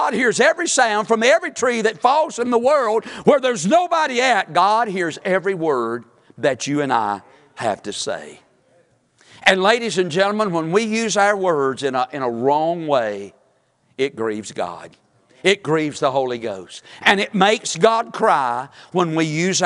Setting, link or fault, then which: setting, large echoing room